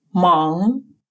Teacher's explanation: Первая носовая финаль – это «ан». Произносится как сочетание русских звуков «ан», только звук «н» носовой